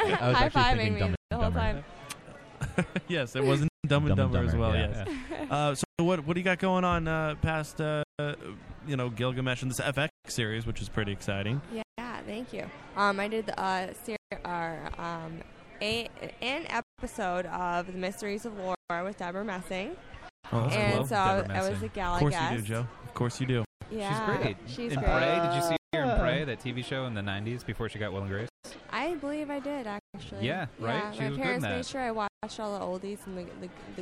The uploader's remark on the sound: We are live at the Gilgamesh premiere